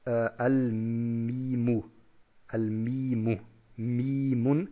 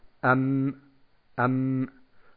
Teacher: das ist ein nasaler Ton, ein Summen, das irgendwo in der Nase gebildet wird, also am oberen Ende der Nase, am Ansatz, im Nasenansatz. · Term: al-Runna